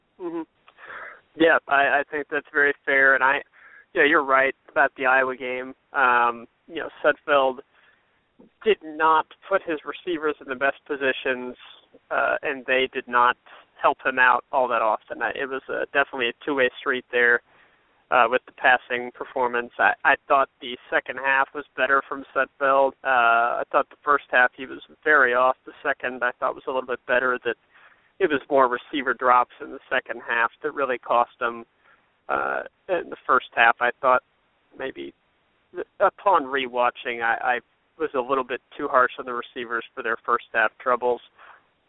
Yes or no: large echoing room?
no